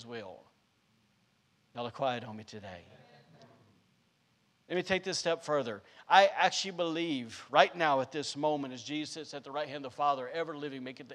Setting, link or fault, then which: setting, large echoing room